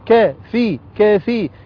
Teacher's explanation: ياء مد طبيعي حركتان